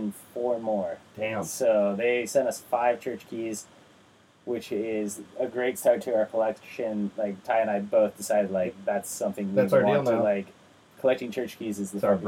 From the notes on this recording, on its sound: Sorry about the shit audio.